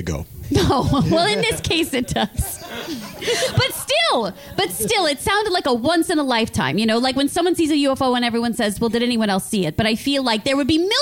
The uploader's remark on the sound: Perform the show LIVE at The Dynasty Typewriter. Travel to Los Angeles to perform the show LIVE at The Dynasty Typewriter.